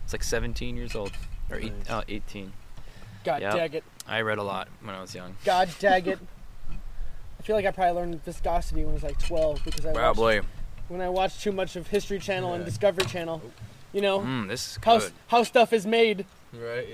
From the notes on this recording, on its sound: this episode was recorded outside, so the atmosphere and sound levels are a bit different in this episode.